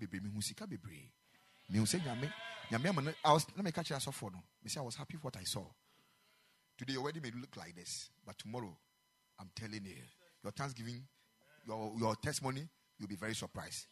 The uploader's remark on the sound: Preached at the Ekklesia Chapel